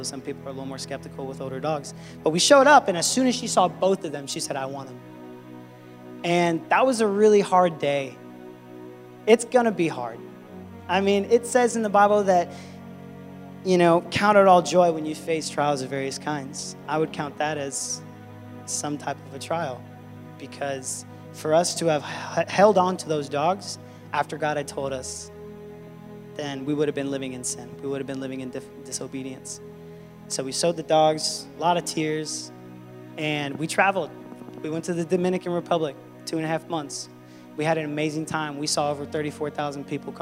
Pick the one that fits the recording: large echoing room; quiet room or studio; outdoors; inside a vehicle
large echoing room